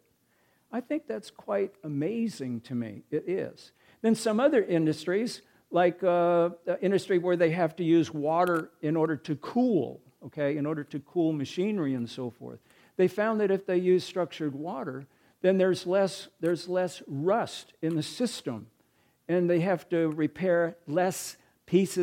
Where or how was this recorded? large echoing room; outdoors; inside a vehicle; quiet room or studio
large echoing room